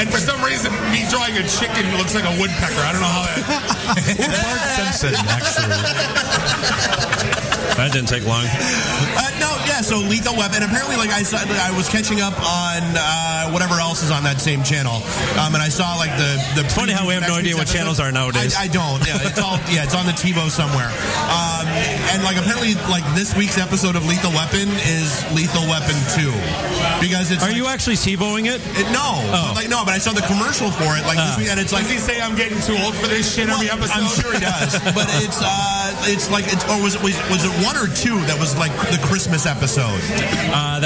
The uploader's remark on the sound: Podcast Detroit Shows live from Falling Down Beer Company